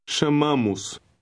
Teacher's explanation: The O in the OS ending also has a short U sound.